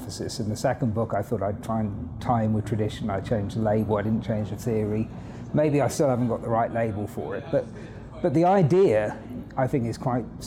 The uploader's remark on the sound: This interview was recorded at our philosophy and music festival HowTheLightGetsIn .